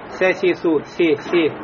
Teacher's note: Потому что она мне, так сказать, да, повлияла на нее предстоящая перед ней фатха и следующая домма. И получается кясра, переходящая в сторону фатхи. · Term: кясра неполноценная